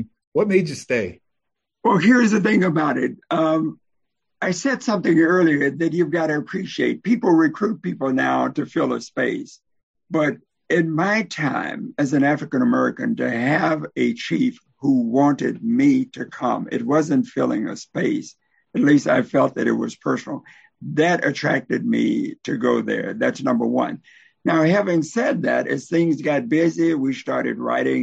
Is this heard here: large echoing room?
no